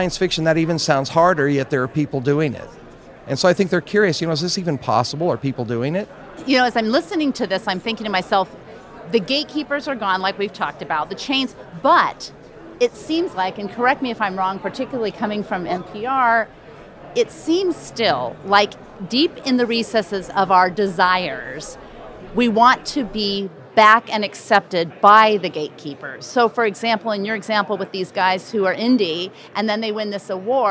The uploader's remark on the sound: Live from the Podcast Movement event.